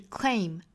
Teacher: 前面的两个辅音连缀呢，中间不要加音